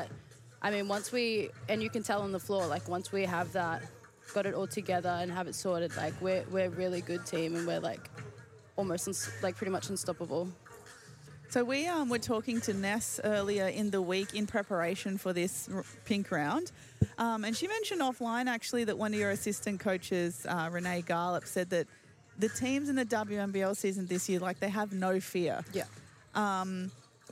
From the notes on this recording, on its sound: Pink Hoops LIVE from Qudos Bank Arena.